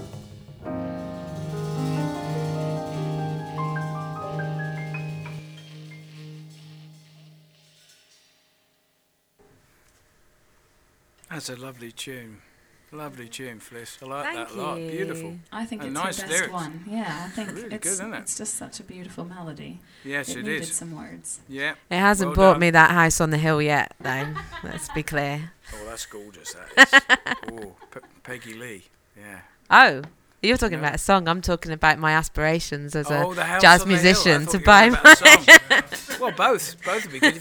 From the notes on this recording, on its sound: Recorded before the concert on 24th October 2019 at Blue Vanguard Jazz Club, Gypsy Hill Hotel, Exeter